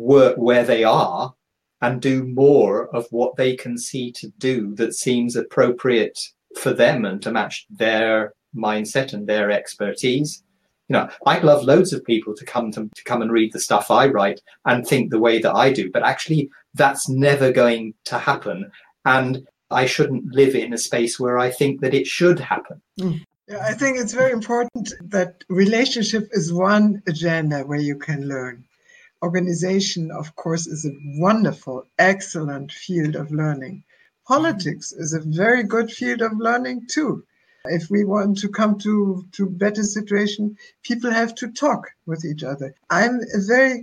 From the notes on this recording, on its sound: excerpt of a live video conversation